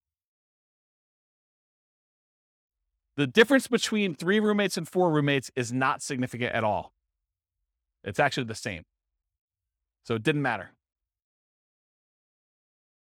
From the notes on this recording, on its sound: This was a live class recorded